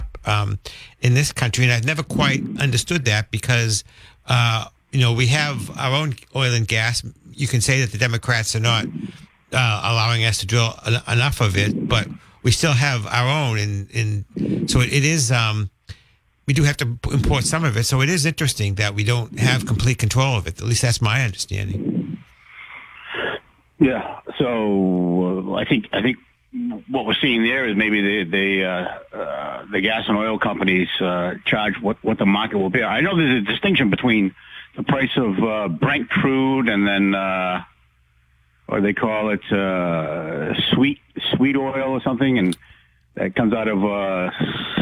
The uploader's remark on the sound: takes calls from the audience